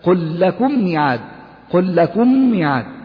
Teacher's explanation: قل حرف اللام هنا من كلمة قل أتى بعده حرف اللام فصارت اللام هنا لام مشددة